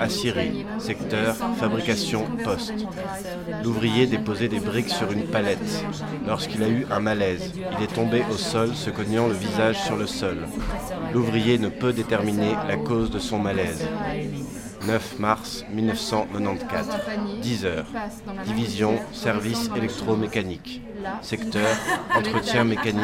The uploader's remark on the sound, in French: Un enregistrement au café "Le Roy d'Espagne" un dimanche de février sur la Grand'Place de Bruxelles.